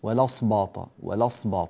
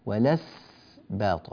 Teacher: أنت في كلمة الأسباط جئت إلى السين وجعلتها صادا · Shown in: first take